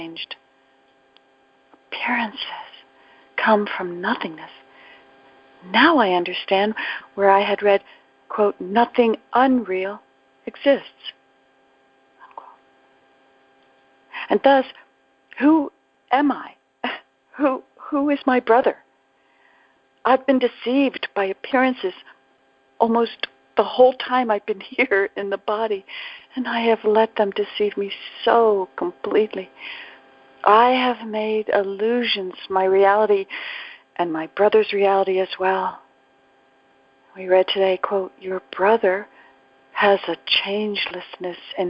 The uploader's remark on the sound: ACIM Daily TEXT Conference Call